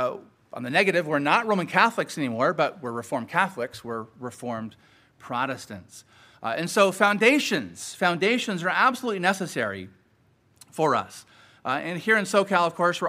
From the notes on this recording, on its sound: Sermon preached at Grace United Reformed Church